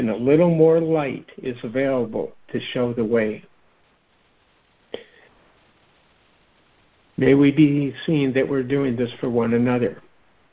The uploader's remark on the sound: joining together on a Free Conference Call